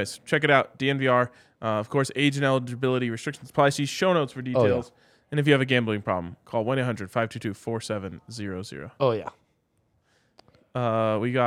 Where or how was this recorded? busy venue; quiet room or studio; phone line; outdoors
busy venue